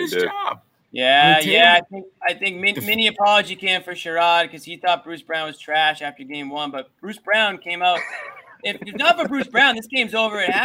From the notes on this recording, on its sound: LIVE from TD Garden. As we go LIVE after every Celtics game.